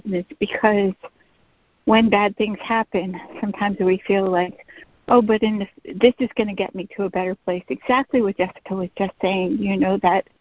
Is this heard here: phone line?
yes